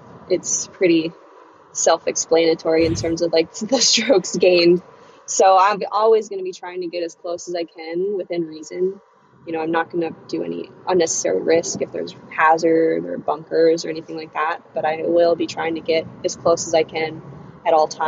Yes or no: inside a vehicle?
yes